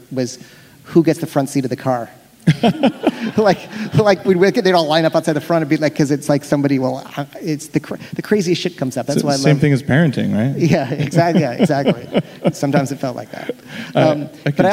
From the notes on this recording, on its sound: on stage for a special live Bulletproof podcast.